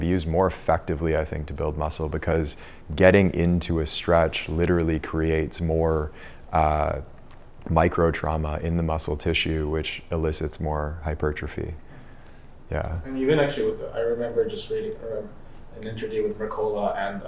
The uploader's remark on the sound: Recorded during the 2022 DeepGame retreat.